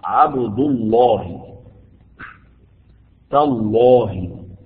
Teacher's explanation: نجد اللام في لفظ الجلالة مفخمة